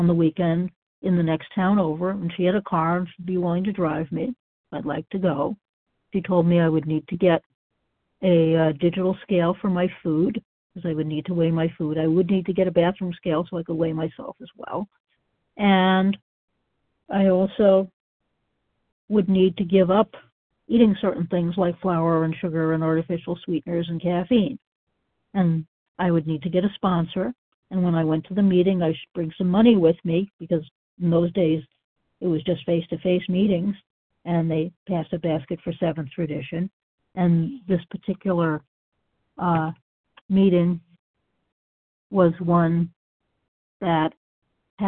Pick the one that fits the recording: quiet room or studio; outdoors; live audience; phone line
phone line